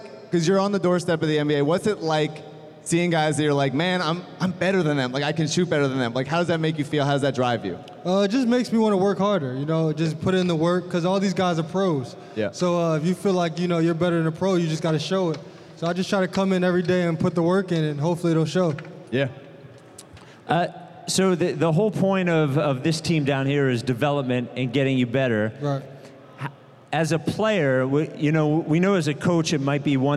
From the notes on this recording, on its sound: Delaware, where the Process still lives. We spent Friday night in Wilmington. In front of the biggest crowd in 76ers Field House history.